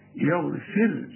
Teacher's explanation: الراء ما دام يسبقها حرف مكسور تبقى ترقق